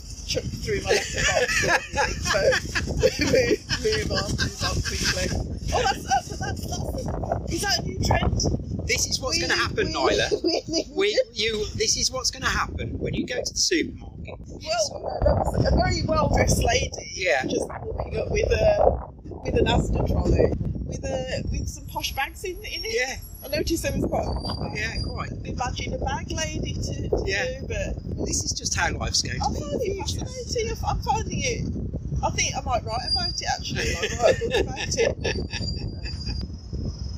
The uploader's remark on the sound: I'm still waiting for my better microphones so sorry about the sound!